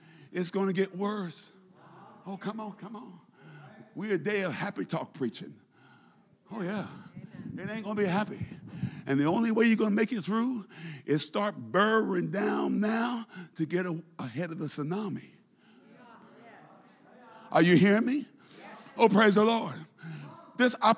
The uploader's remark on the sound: A service recording from Connect Point UPC.